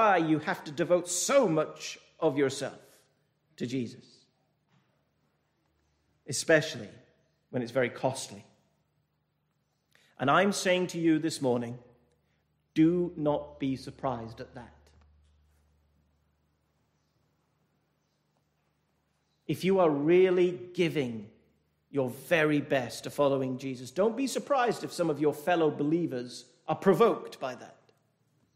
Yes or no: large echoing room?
yes